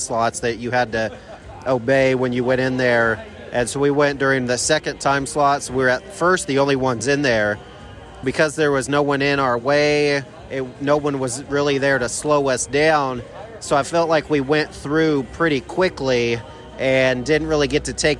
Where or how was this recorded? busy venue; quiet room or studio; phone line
busy venue